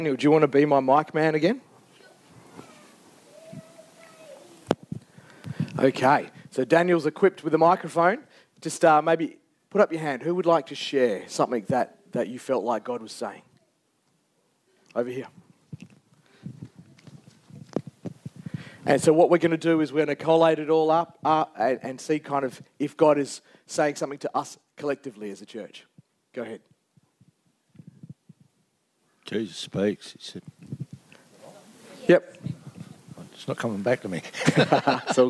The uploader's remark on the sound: Recorded Live on 23rd July 2023